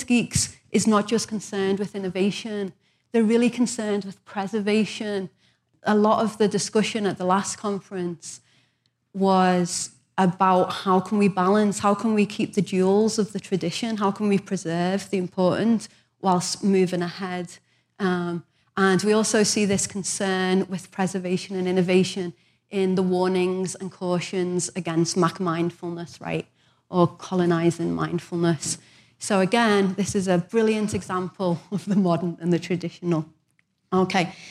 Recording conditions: live audience